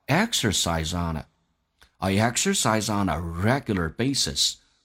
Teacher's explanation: I exercise on a regular basis.一个单词 exercise，这是一个动词 exercise on a regularbasis，这是一个固定的表达，指的是定期的、经常的。那你可以理解我叫做我有规律的运动，我定期的进行这个锻炼身体。Iexercise，这个 z 跟 on 有一个连音叫 zon，on 跟 a 连音叫 on，所以三个单词叫 exerciseon。I exercise on a regularbasis。regular 英式叫 regular，美式把 u 弱化成 ye。Regular on a regular basis.